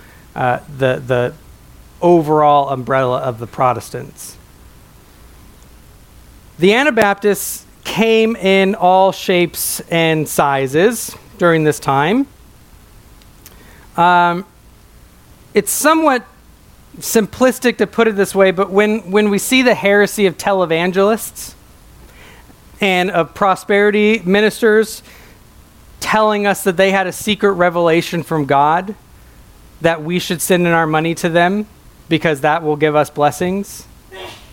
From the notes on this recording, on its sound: a sermon preached at my home church